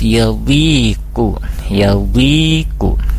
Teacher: di yawi ada ya sukun ya, dipanjangkan 2 harkat · Term: matobi'i